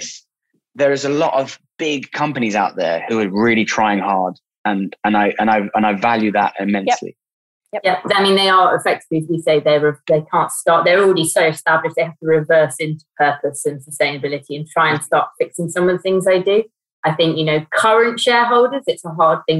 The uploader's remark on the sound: Our podcasts are recorded purely via online conferencing platforms